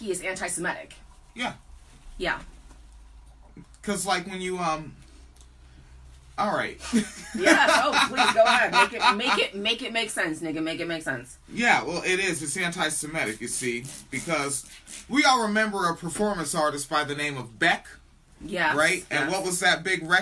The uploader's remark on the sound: we recorded this on facebook live from a smart phone and then ripped that audio out to upload a podcast of it